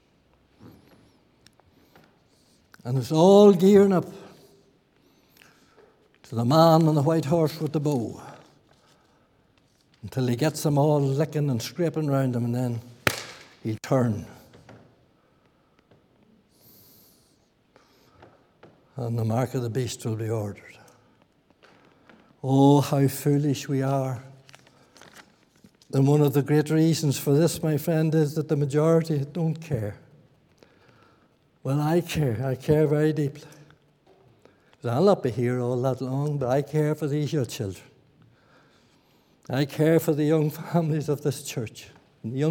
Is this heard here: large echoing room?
yes